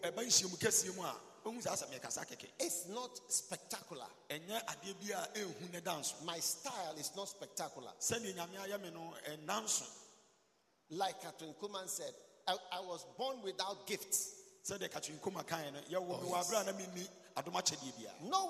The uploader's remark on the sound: Preached at the Healing Jesus Campaign Pastor's Conference in Suhum, Ghana